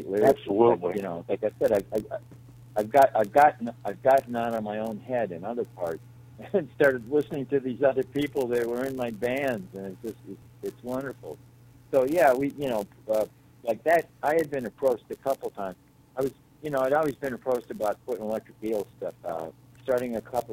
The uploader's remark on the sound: join me on the phone